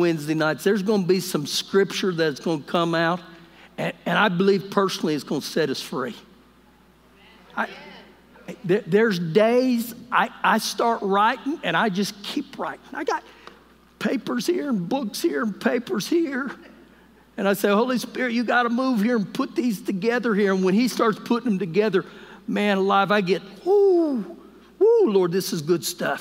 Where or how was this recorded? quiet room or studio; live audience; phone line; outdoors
live audience